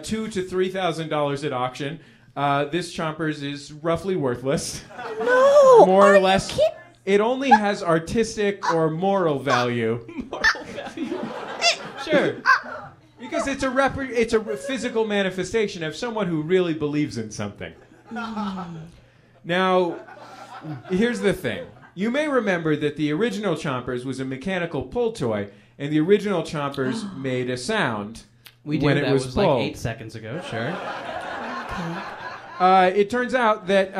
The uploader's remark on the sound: A special video episode, recorded live at MaxFunCon